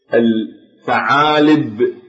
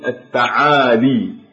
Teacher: فيقلبون الباء إلى ياء · Shown in: second take · Term: الإبدال